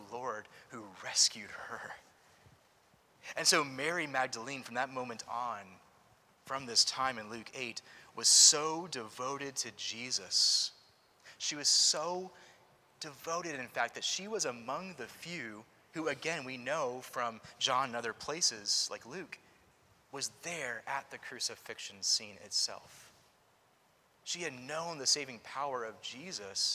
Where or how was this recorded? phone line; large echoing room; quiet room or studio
large echoing room